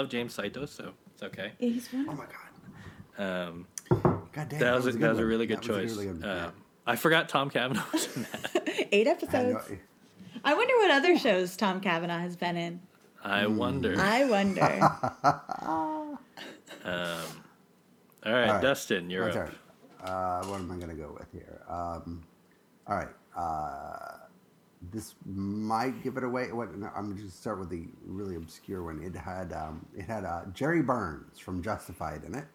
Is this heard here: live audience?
no